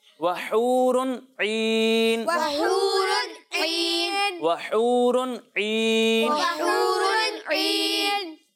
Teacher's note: ہا کو حلق کے درمیان حصے سے پڑھنا